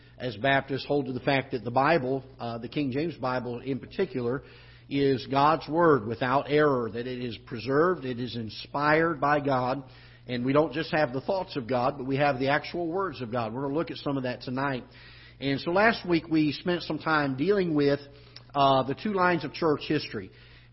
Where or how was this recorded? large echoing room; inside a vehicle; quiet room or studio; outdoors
large echoing room